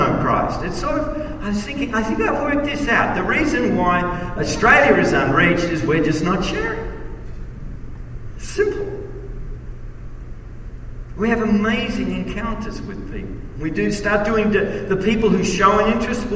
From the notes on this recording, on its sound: message at the Kingdom Impact Conference